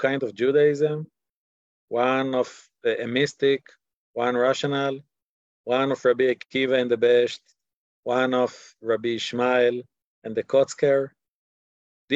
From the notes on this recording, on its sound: This audio was originally captured from Zoom